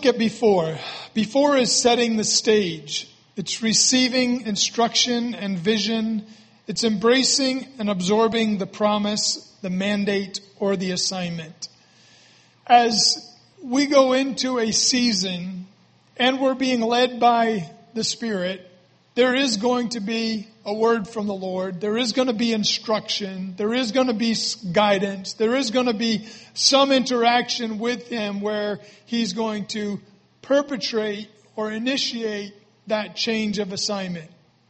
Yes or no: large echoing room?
yes